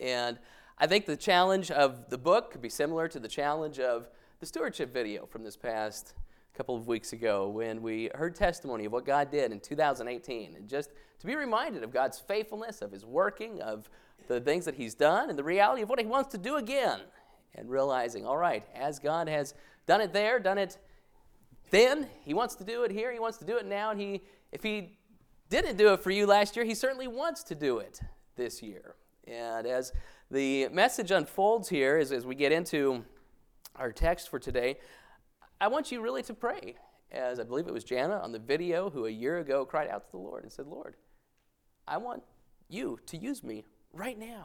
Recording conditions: large echoing room